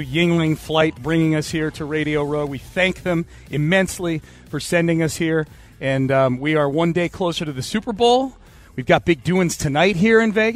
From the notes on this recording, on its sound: live at Radio Row in Las Vegas!